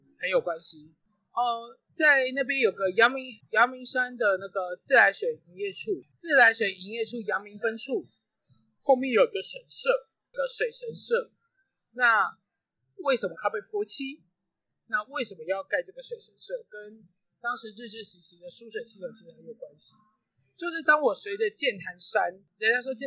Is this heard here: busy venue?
yes